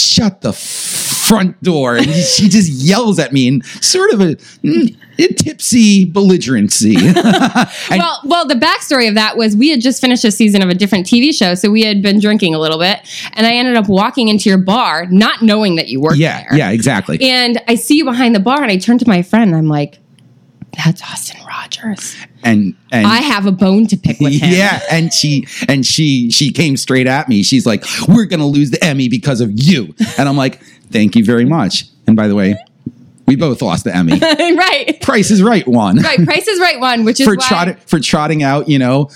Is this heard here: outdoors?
no